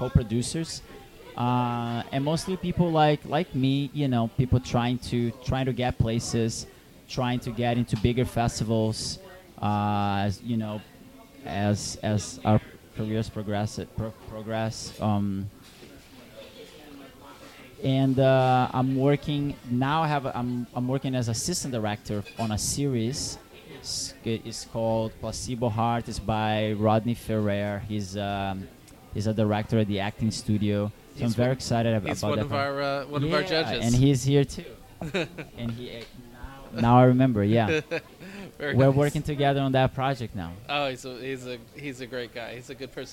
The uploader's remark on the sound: At the KGFC Filmmakers Lounge hosted by Ateaz Organic Coffee & Tea. The Kew Gardens Festival of Cinema.